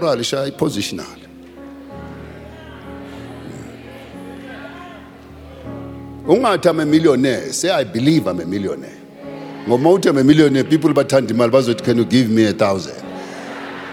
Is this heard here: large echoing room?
yes